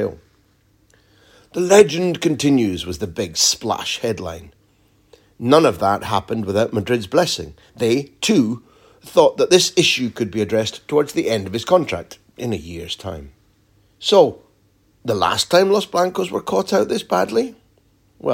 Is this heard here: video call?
no